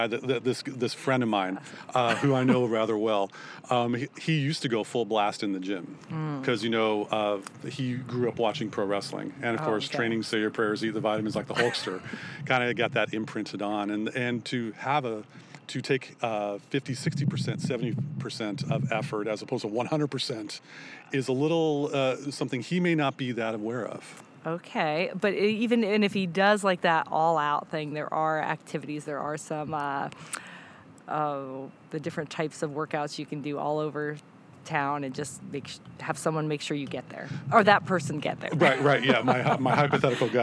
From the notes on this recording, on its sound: Much apologies to the wind noise during the interview...oh mother nature